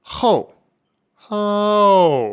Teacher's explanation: a fourth tone starts way up high around the same level as a first tone and then falls all the way down